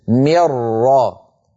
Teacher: يصير النطق براء مشددة ولا يبقى من النون شيء · Term: إدغام بلا غنة